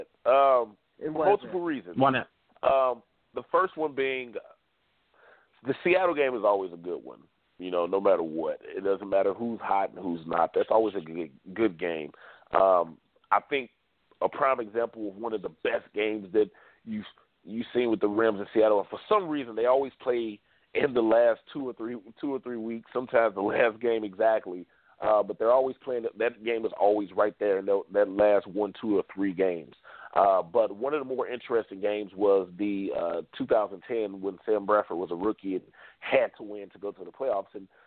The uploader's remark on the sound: the lines are open for listeners to call